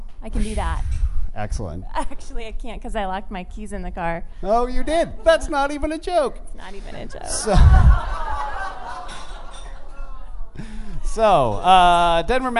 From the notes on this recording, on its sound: Live at MCA Denver. This is a special live version of the show!